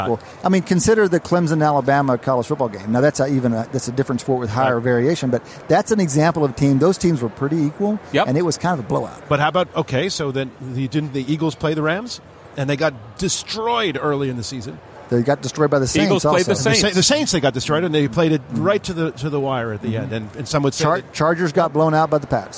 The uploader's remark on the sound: broadcast from radio row at Super Bowl 53 in Atlanta